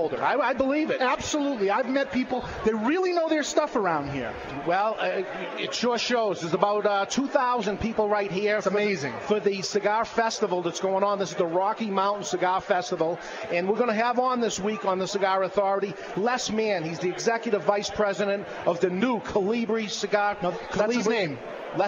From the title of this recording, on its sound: LIVE from Colorado Rocky Mountain Cigar Festival